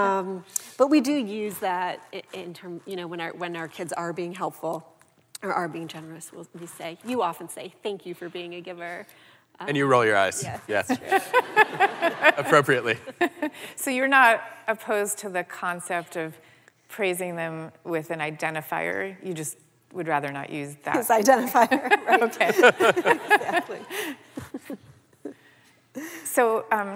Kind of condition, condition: setting, live audience